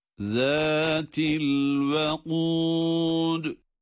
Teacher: Zal harfi peltek ve ince.